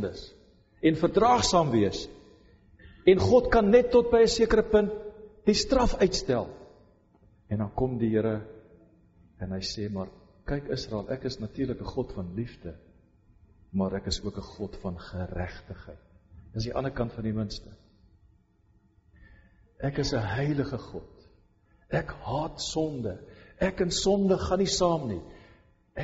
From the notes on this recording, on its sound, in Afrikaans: Preek opname tydens Loughton diens